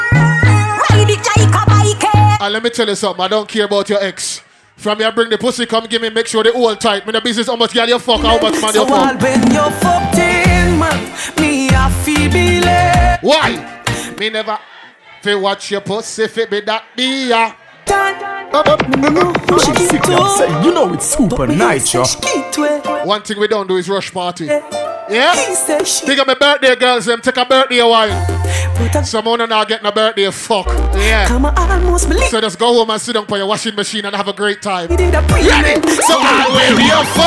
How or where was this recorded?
busy venue